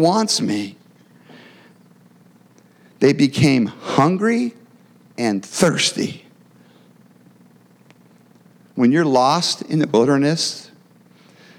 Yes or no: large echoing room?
yes